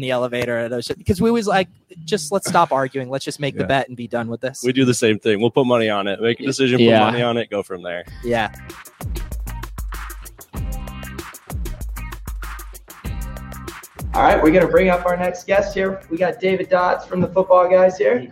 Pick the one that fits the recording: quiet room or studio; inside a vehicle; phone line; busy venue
busy venue